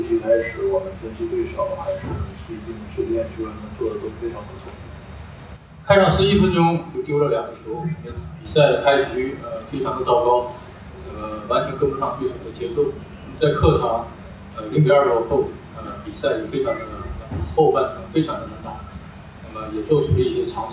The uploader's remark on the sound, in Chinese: 中超现场：回到久违的鲁能大球场。看了山东泰山和长春亚泰的比赛，也用声音纪录了下了这场中超比赛。